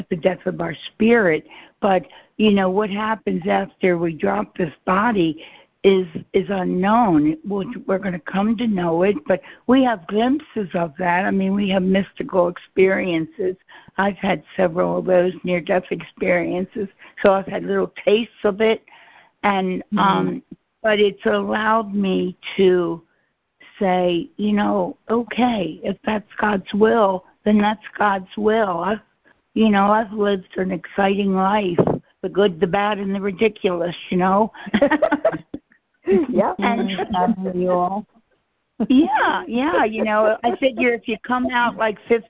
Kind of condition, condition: link, phone line